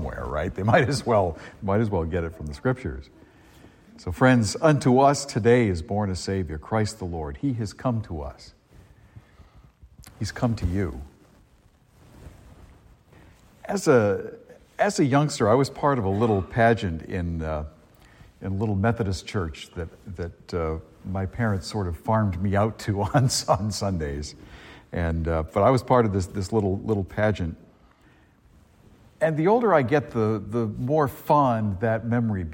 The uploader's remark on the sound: A homily delivered at Star of the Sea church in Salisbury, Massachusetts, on Christmas Day, 2023.